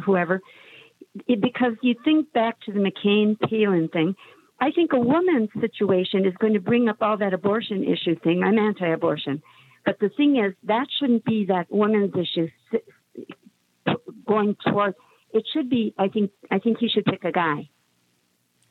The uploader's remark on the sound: we take your calls in open phones across America